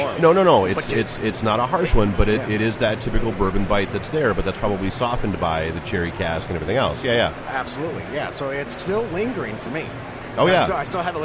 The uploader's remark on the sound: Live at Motor City Comic Con in the Podcast Detroit booth with Noble Oak Bourbon.